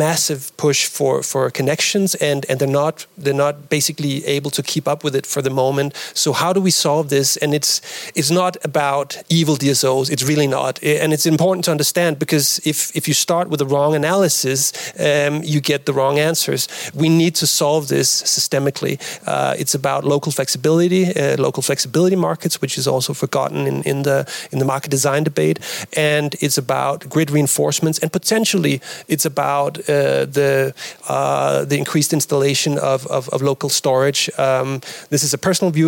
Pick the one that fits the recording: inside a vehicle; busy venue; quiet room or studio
busy venue